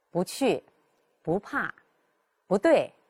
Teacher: 在去声前呢，它要变成阳平调